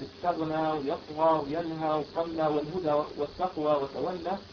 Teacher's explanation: هذه كلها تمال أو تقلل لوصف قولا واحدا · Term: الممالات